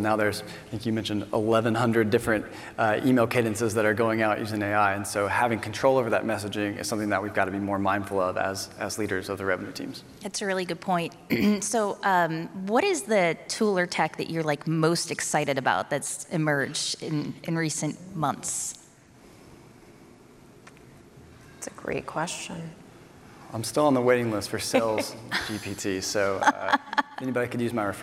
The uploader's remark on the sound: This session replay from the B2B Sales & Marketing Exchange. An esteemed panel from companies such as OutSystems, TechnologyAdvice and Pickit.